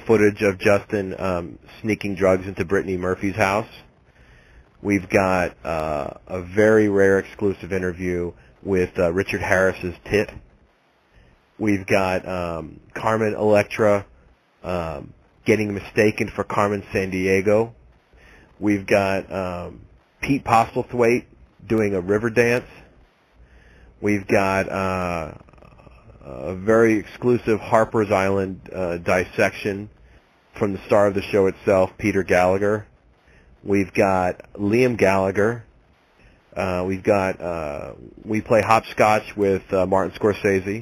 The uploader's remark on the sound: Live Morning Call-In Show